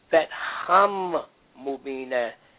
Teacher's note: And the reason that's done for pleasantness of sound, it's easier to say fat ham, mu being there because they both come from the same makhraj · Term: assimilate